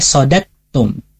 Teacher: di sini ada idgham, maka jangan dibaca sodadetum, tapi dibacanya masukkan huruf dalnya ke huruf ta.